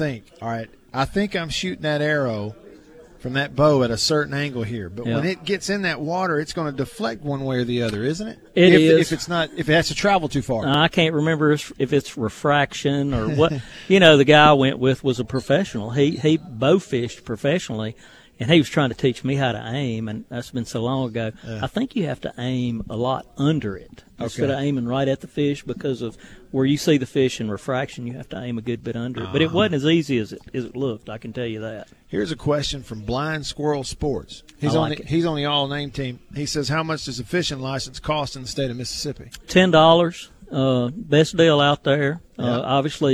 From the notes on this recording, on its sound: LIVE from DeViney Equipment in Madison